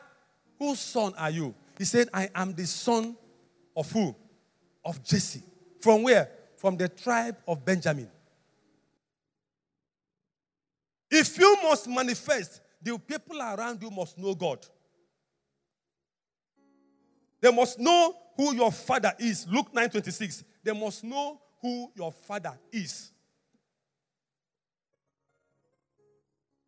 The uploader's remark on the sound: Message preached at the Overcomers Church World Outreach - Harvest Land, on Sunday, October 31, 2021.